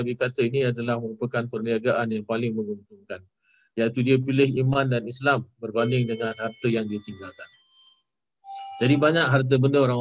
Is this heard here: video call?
yes